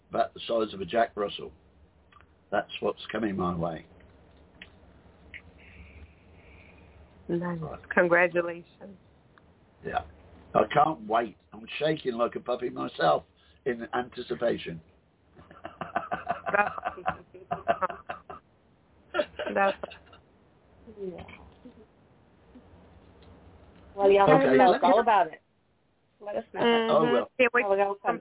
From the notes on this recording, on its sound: Those who call in will form a panel